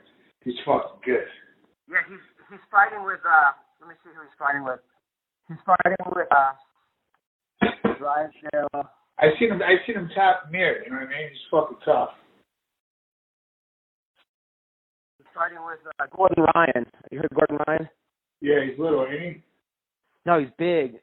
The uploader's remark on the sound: Conducts a conference call between two MMA Legends.